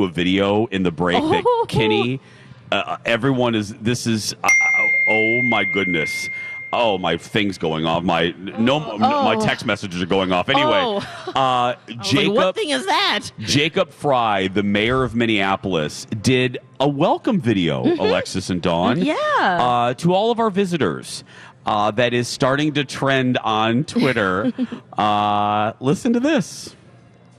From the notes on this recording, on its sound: Broadcasting live from the AC Hotel in downtown Minneapolis for the Super Bowl